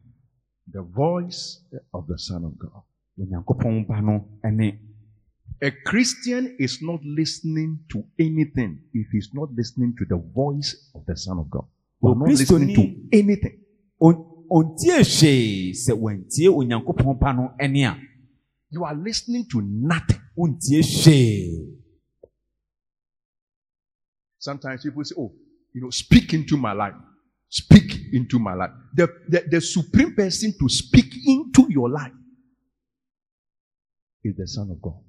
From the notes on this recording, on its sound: Preached at Grace and Truth Tabernacle Int.